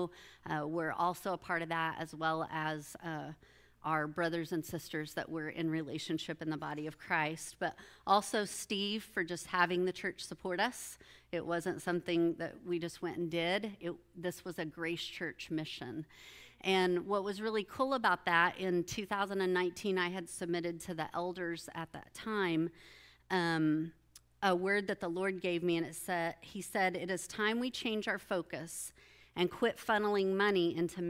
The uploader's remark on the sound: With the body at Grace Church. This episode is a recording of that Sunday morning service.